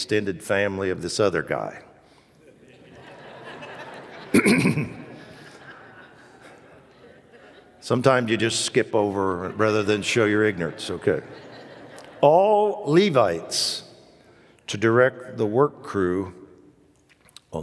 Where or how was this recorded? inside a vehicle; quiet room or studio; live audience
live audience